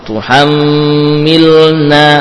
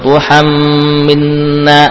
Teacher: betul-betul jelas lamnya. Jangan mudgham, diidghamkan ke nun. · Shown in: first take